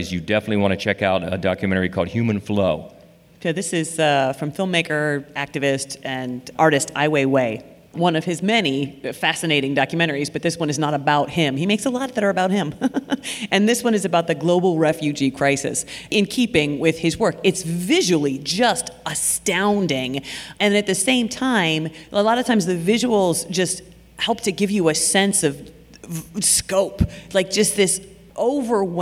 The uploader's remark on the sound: Recorded live at the Columbus Podcast Festival.